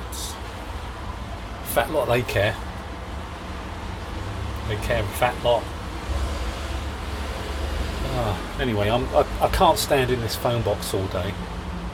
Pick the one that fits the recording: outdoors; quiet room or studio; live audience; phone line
outdoors